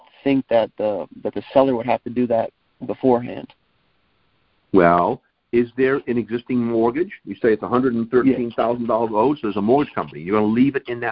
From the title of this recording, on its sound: Gold Club Q&A Call